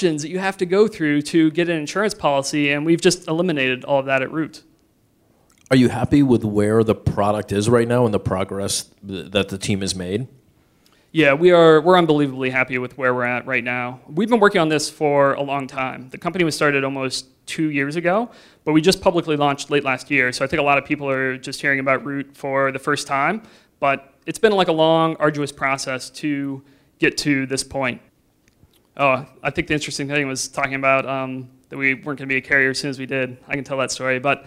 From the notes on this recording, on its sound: This is the audio recording from the live event on 2/13/2017.